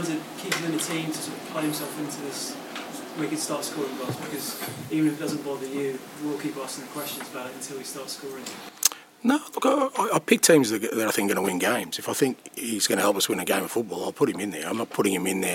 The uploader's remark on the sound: PRESS CONFERENCE